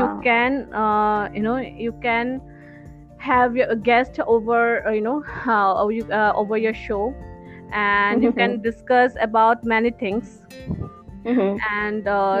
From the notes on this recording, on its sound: Please forgive us for the glitches.